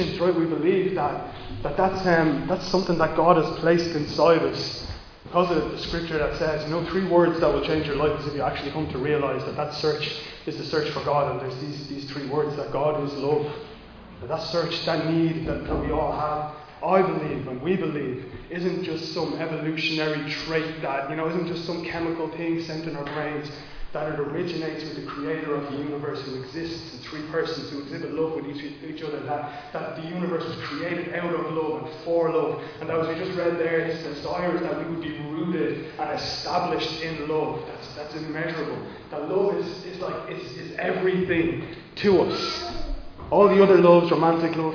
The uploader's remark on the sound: Recorded live in Liberty Church on 10 April 2022